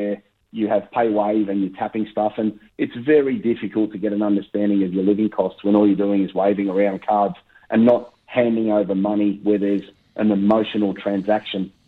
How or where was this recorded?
phone line